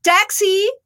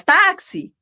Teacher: Porque tá com o inglês na cabeça e aí tá com aquela musiquinha do inglês e o inglês, ele, geralmente o inglês é oxítona, ele canta, ele sobe na última tônica · Shown in: first take · então ele fala assim, taxi!